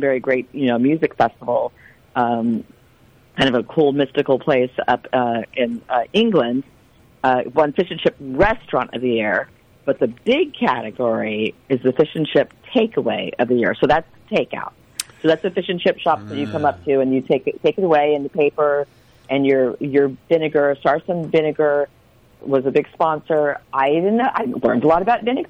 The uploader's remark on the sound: We get a phone call